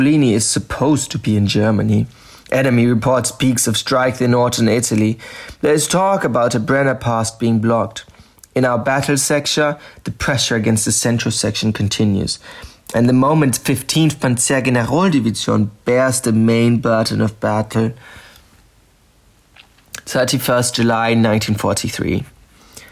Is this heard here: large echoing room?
no